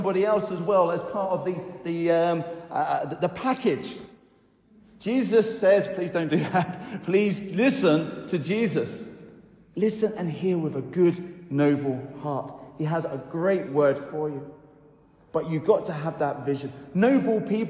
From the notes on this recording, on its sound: I recorded on Sunday 16th July at Newcastle Holy Cross an encouraging talk